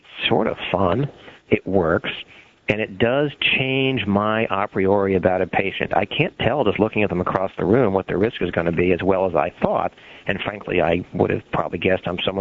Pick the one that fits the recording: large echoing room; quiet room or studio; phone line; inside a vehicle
phone line